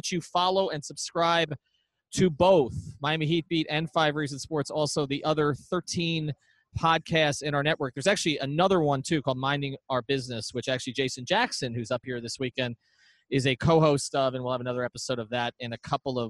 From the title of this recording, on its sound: Live From All-Star Weekend